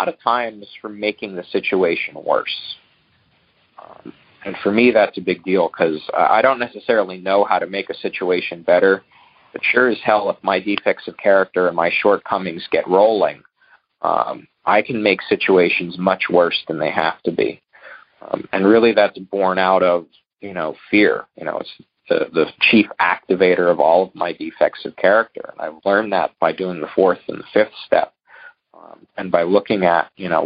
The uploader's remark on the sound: Monday Noon Phone Speakers Series